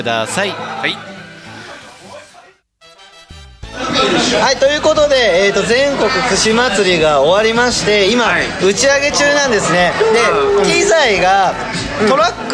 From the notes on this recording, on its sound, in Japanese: 愛知県東海市を中心に、お酒を呑みながらおじさんが喋るラジオ。今回も、東海市富木島町、聖地「とんちんかん」で収録！！全国串まつり 当日の打ち上げに緊急参戦した様子もお届け！？